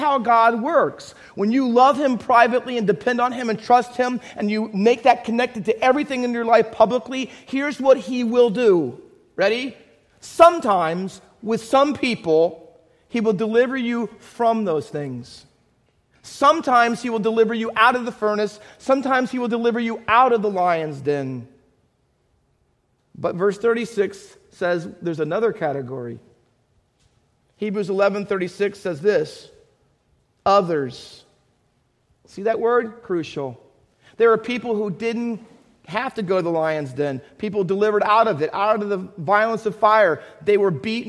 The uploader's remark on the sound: Faith Baptist Church in Hamilton, NJ.